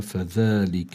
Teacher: الذال حرف لثوي مهم ألا نخلطها بحرف الزاي، يعني ألا نلفظ حرف الزاي بدلا منها فنقول فذلك، هذا خطأ.